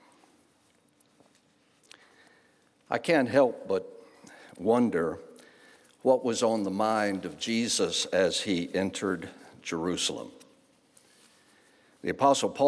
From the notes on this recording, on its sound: guest preacher at Home Moravian Church, Winston-Salem, NC